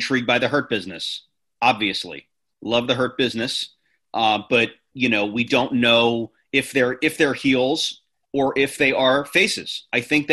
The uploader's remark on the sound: jump on a zoom